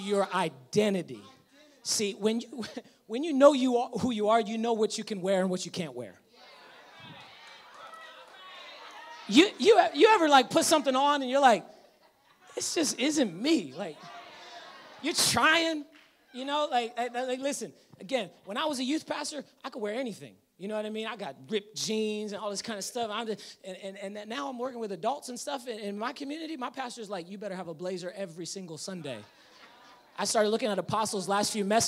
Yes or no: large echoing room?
yes